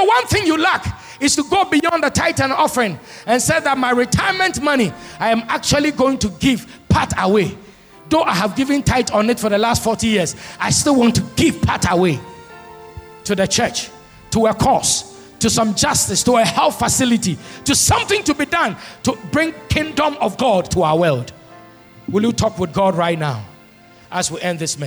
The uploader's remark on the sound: Sermon preached at CBC Adabraka Campus